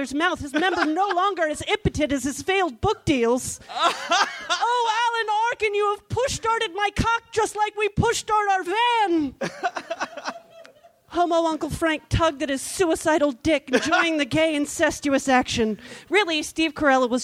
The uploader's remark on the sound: Recorded at Cobb's Comedy Club, San Francisco, CA June 6, 2013.